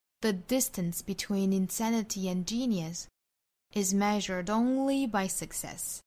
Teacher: 我们以 is 作为界限，前面算是一个部分，后面算一部分。我们在 is 的前面做停顿。